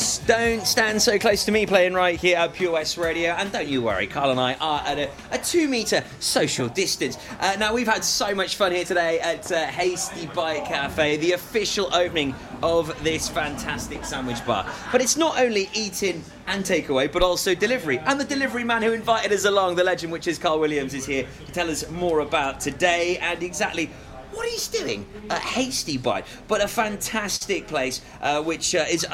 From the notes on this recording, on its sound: live at the Grand Re-opening of Hasty Bite Cafe, Pembroke Dock